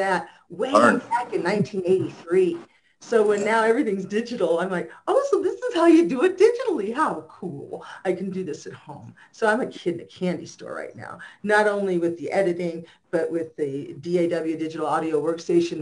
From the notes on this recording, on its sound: Zoom Show on 1/3/2021